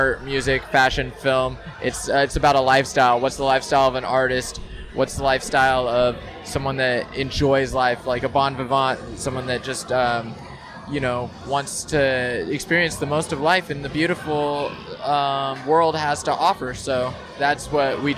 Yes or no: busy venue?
yes